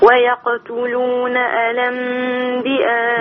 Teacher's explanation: اعمل النقل لورش واثبت الهمزة في منتهى الكلمة